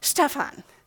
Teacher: that S at the beginning is kind of a little shh